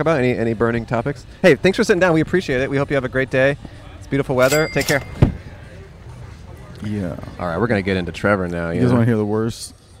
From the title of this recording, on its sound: On The Venice Beach Boardwalk